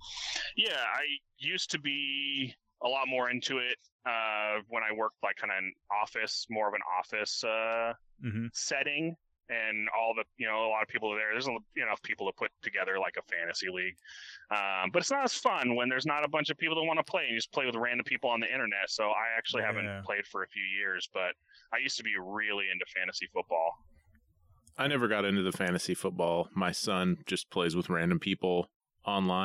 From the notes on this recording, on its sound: joined over the phone